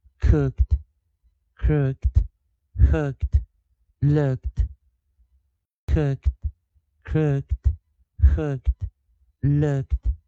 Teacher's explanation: 有 K 的时候，OO 这个 pair vowel 会发出 short vowel 短元音